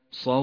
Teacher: جاء حرف المد وهو الألف وبعده حرف مشدد · Term: المد اللازم الكلمي المثقل